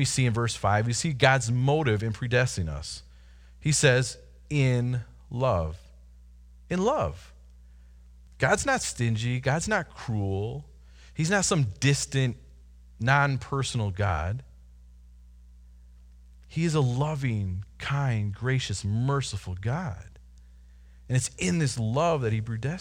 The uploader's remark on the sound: Delivered Sunday, April 19, 2020 at Woodridge Community Church (New Berlin, WI).